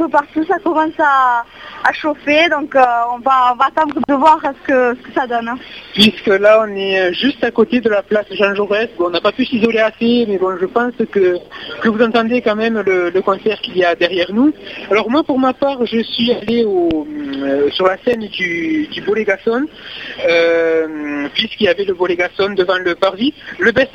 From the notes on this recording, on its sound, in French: Vous retrouvent par téléphone en direct de Castres pour la Fête de la Musique !